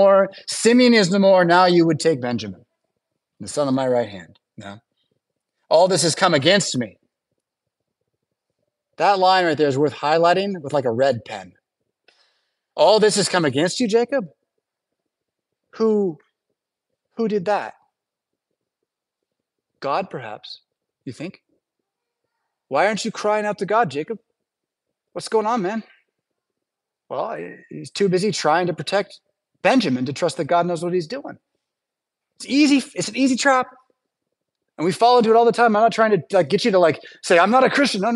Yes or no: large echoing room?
yes